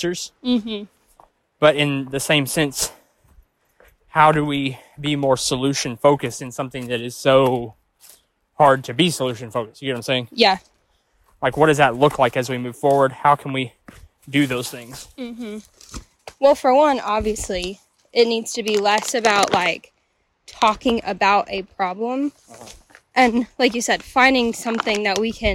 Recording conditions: outdoors